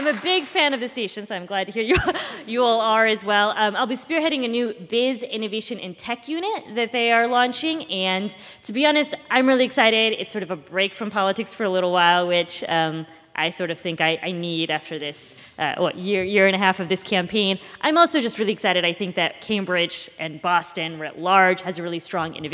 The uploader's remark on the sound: This episode was recorded in front of a live audience in Cambridge, Massachusetts in conjunction with the Harvard Institute of Politics' quadrennial campaign managers conference.